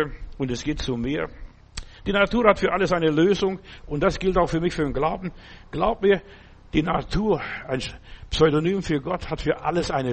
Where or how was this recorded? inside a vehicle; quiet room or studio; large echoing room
large echoing room